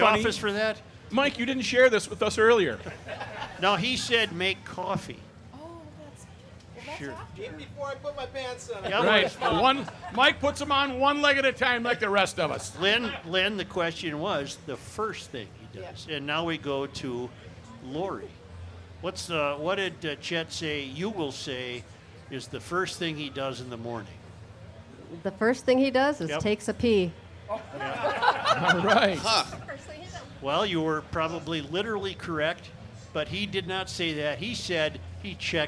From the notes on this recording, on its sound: Day 3 from the MN State Fair!!